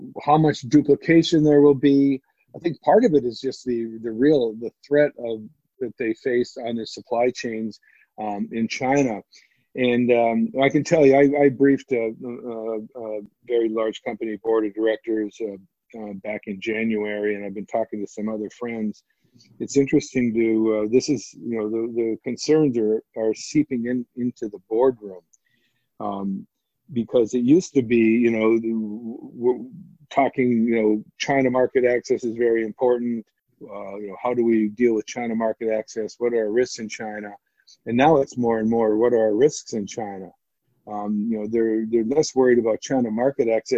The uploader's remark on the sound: To maintain social distancing this interview was recorded over the web.